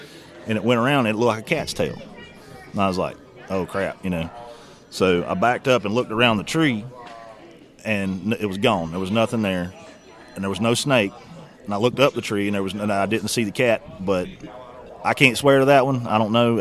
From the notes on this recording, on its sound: Conversations that were recorded live at Autumn Oaks.